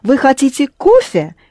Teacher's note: You raised your voice on кофе. Because you don't know whether he wants or she wants coffee or tea.